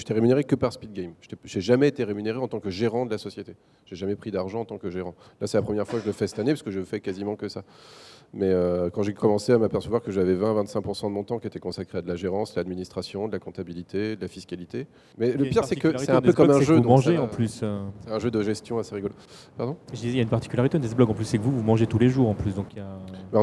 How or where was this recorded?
busy venue